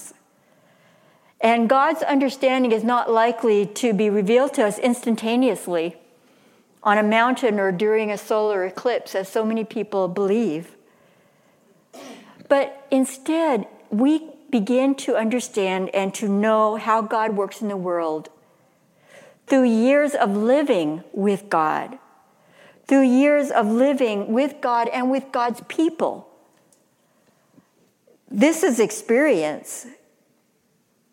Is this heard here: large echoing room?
yes